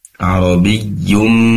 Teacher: di situ ada tanwin bertemu dengan mim, tentunya idgham bigunnah. Arabiyyum, ada tanwin bertemu dengan mim, idgham bigunnah.